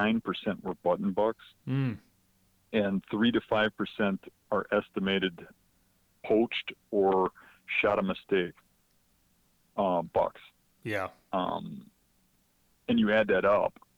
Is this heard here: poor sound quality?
no